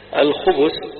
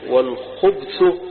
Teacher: الخبث بضمتين، والخبث بسكون الباء